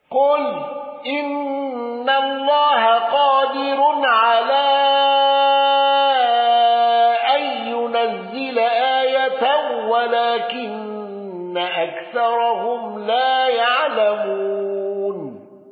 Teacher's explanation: النقاش بالإشباع والسكت على المفصول